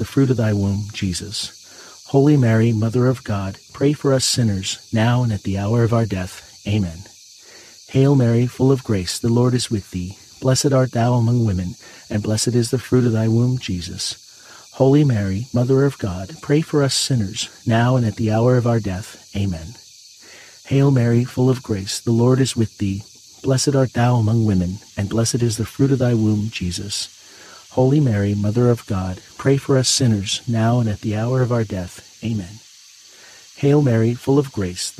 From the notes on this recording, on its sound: Get closer to nature and enjoy the soothing outdoor sounds of cicadas singing on a warm summer night alongside this Wednesday rosary.